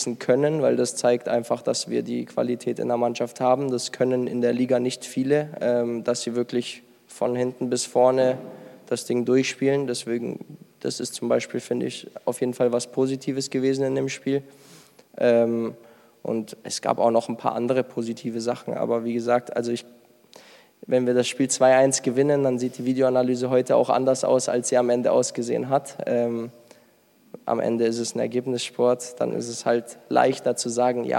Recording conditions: live audience